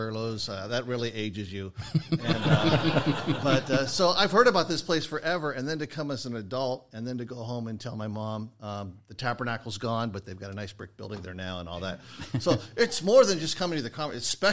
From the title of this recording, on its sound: with a live studio audience